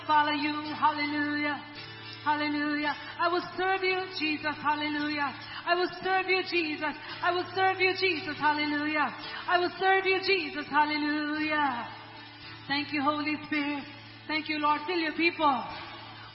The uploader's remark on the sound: ELBIM Church Sunday LIVE Stream Audio